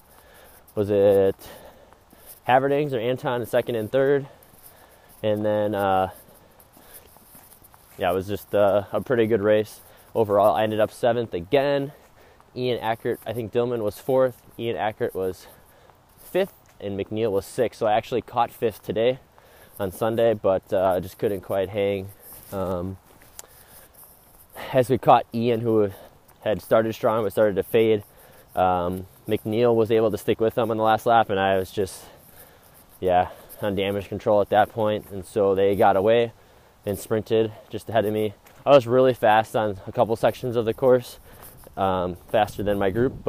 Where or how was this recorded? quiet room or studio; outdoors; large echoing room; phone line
outdoors